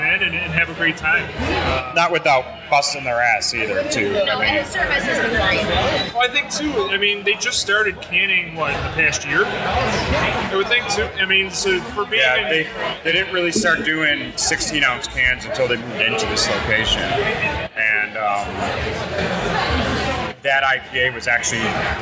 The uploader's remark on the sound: while we recorded during the party